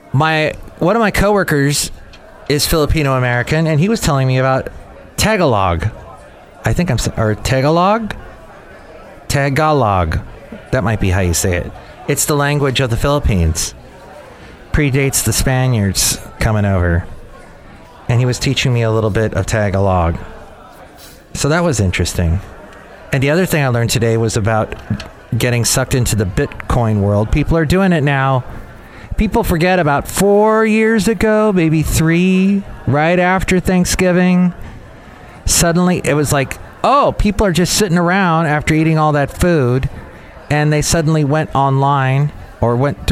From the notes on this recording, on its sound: podcasts live from Café Anyway